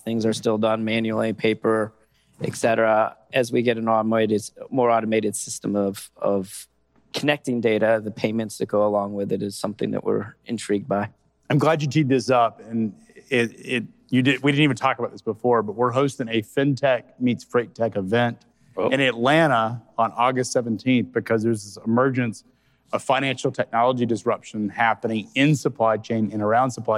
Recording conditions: busy venue